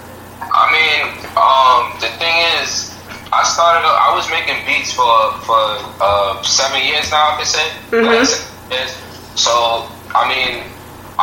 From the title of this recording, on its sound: PHONE INTERVIEW